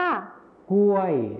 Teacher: คำว่ากล้วยในภาษาไทยมาตรฐานจะใช้คำควบกล้ำรอลิงนั่นเองส่วนภาษาไทยถิ่นอีสานจะไม่ใช้คำควบกล้ำรอลิงนั่นเองค่ะ